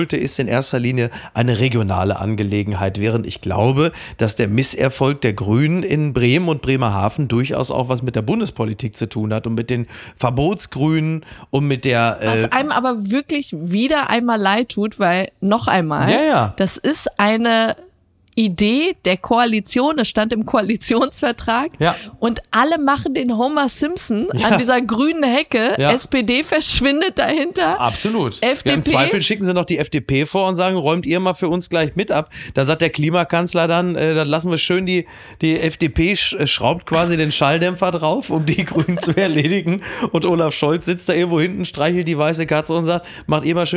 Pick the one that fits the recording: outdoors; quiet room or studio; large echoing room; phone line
quiet room or studio